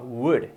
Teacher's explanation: Lo primero, la pronunciación would, que no sea would, la L no se pronuncia, y siempre todo abierto, la garganta y la boca